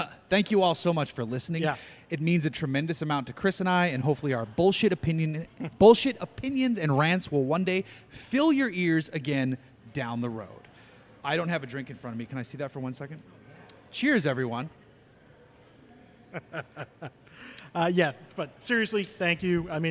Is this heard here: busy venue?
yes